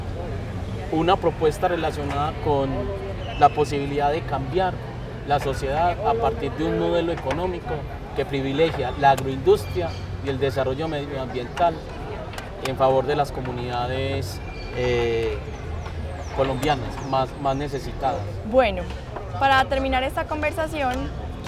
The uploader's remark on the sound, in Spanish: Desde la Plazuela San Ignacio y en medio de una partida de ajedrez grabamos este tercer episodio